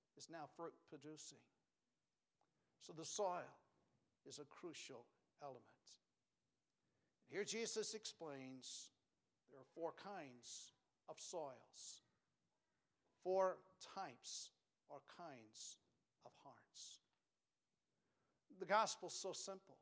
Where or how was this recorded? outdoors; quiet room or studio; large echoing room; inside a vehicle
large echoing room